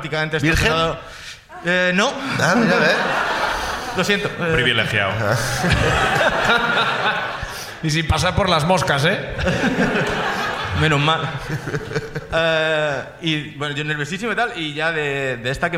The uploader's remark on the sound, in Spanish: La Ruina desde Palma. El público de Palma nos explica sus ruinas.